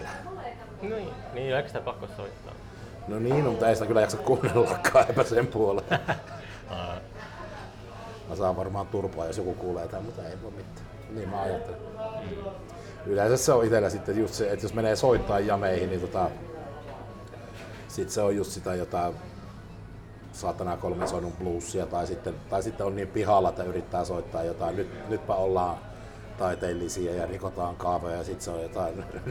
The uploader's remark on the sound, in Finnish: Jakso äänitettiin Pub Merikulmassa, Oulussa